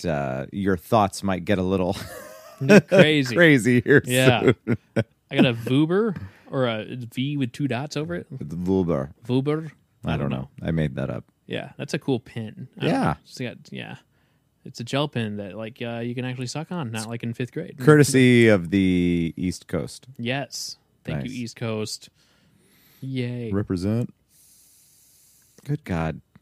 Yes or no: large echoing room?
no